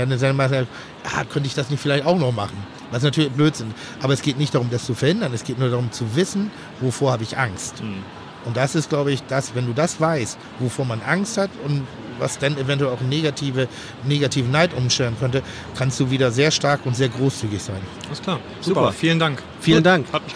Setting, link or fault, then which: setting, busy venue